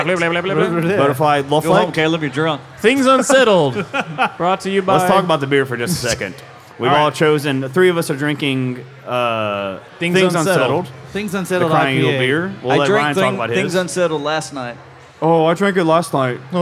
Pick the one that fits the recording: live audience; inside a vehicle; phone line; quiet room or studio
live audience